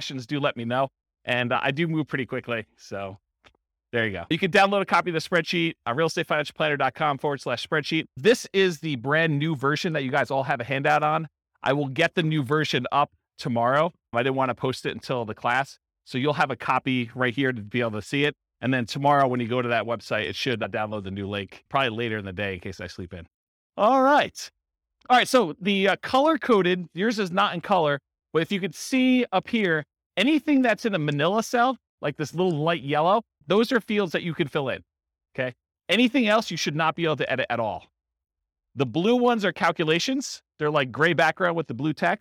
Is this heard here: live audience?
yes